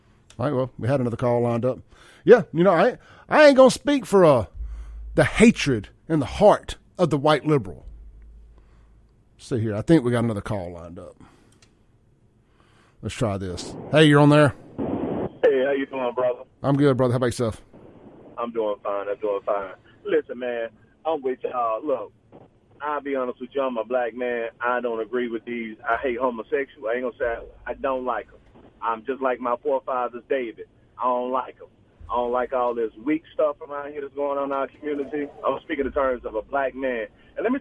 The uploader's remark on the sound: LET'S DO IT LIVE!! The finally got us some phone calls.